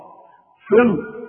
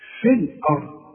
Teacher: شوف حتى اللام طلعت منك مفخمة، لا اللام مرققة · Shown in: second take